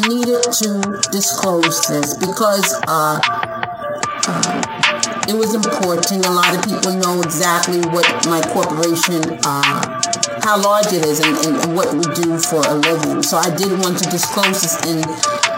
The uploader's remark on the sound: Please excuse the sound quality. My mic/speakers are blown and thus I am working on getting new equipment.